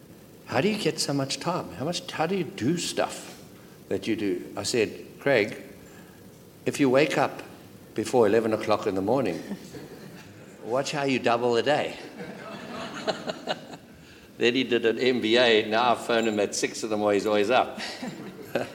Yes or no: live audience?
yes